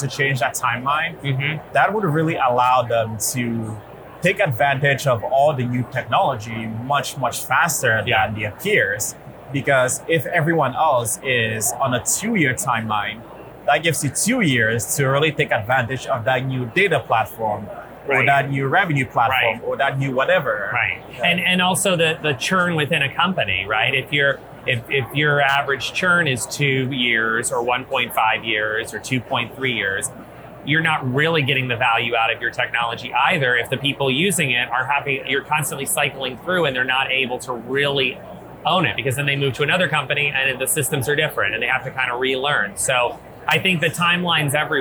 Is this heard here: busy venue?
yes